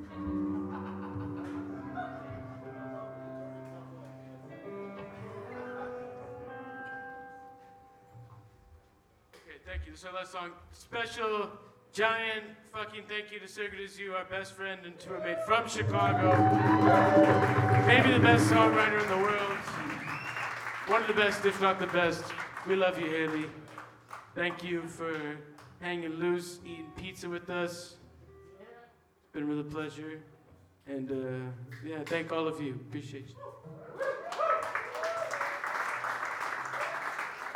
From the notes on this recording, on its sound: Live at Villain NYC 2016. Villain Brooklyn, NY USA.